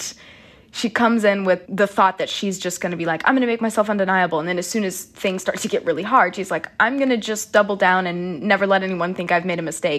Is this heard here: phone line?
no